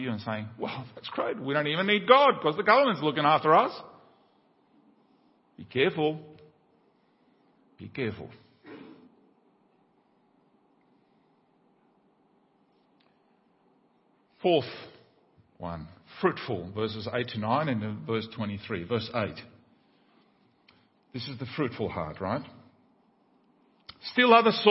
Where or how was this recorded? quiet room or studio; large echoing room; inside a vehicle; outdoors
large echoing room